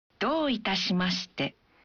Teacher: Bunyikan vokal O dalam do. Satu ketuk lebih panjang.